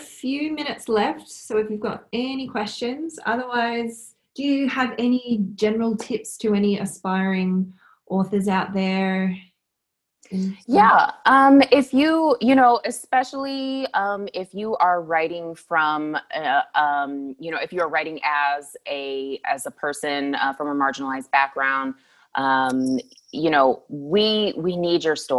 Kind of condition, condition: link, video call